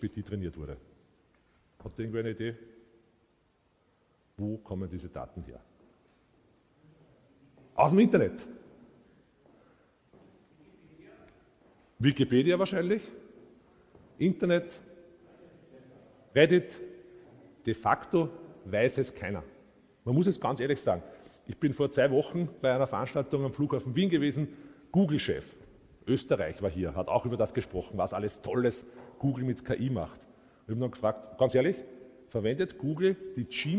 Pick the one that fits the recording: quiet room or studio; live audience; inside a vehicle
live audience